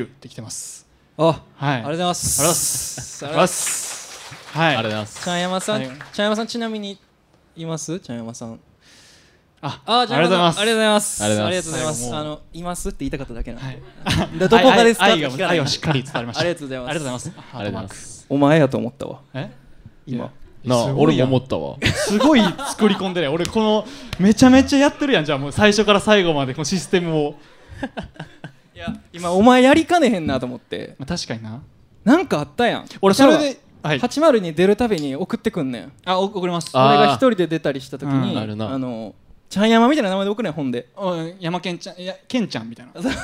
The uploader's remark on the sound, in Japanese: 初の公開収録！大阪 Bodaiju Cafe にて行われたライブ「Slow&Easy vol.2」での公開収録の様子をお届け！